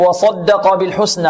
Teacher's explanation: وصدق الواو مرقة والصاد مفخمة والدال مرقة والقاف مفخمة، إذن هنا مرقق مفخم، مرقق مفخم.